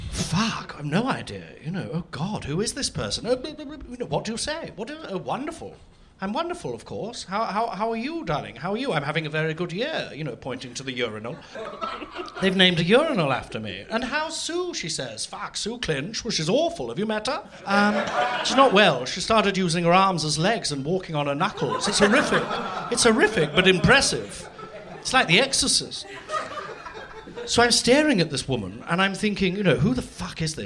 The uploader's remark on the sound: LIVE for the first time at the Phoenix